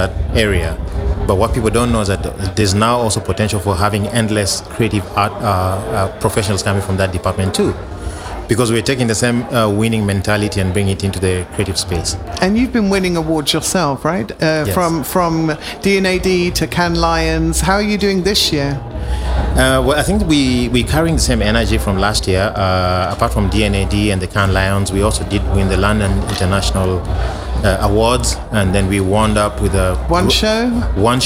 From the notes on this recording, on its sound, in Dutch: New Business Radio live vanuit Cannes. Live verslag van het Cannes Lions International Festival of Creativity 2023.